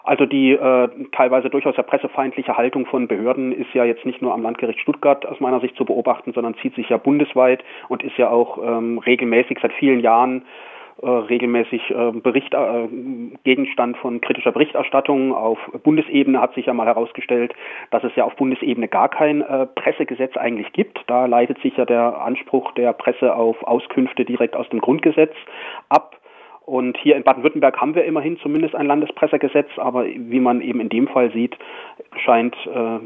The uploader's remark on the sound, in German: Er berichtet am Telefon